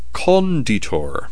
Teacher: That gives us the result of conditor, with the emphasis on the first syllable